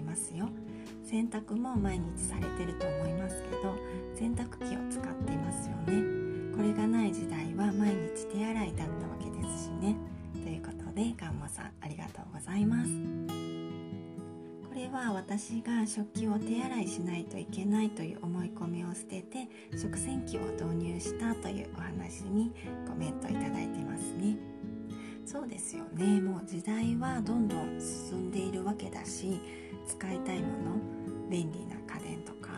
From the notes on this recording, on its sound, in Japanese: 謎の雑音がいっぱい入っています